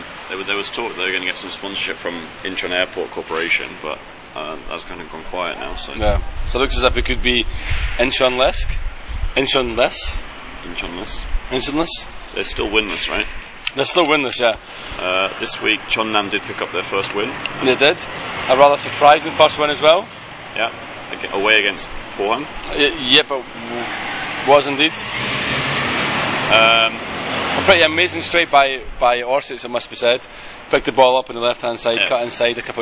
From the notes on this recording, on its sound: Two Men, One Car Park. The boys meet outside Seoul Station before both head off on travels.